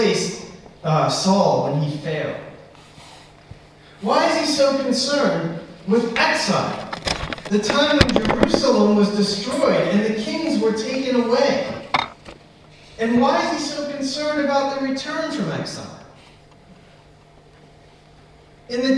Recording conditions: poor sound quality